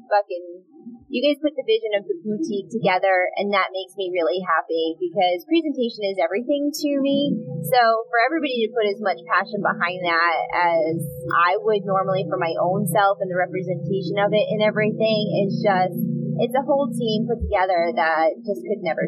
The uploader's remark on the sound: Listen in as we travel back from Boo, A Mindbender Production, recording in the car.